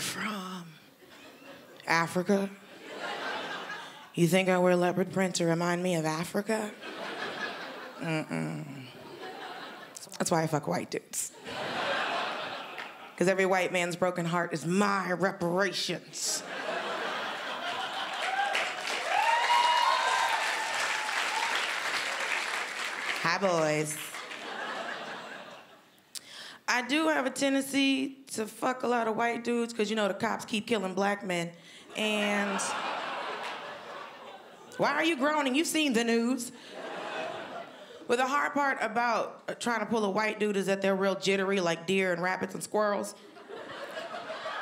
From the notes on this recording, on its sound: Melbourne International Comedy Festival's Comedy Up Late. Recorded at the home of the Festival Club, Max Watt’s for ABC.